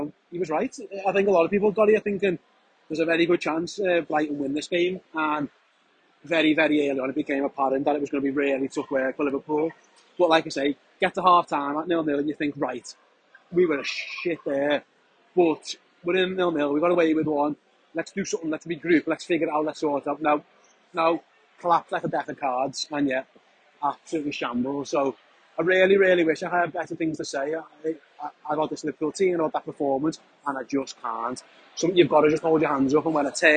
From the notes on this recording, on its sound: live from the AMEX